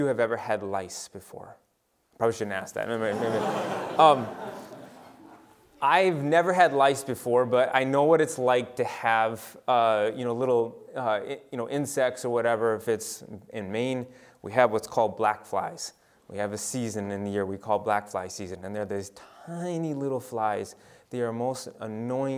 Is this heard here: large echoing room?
yes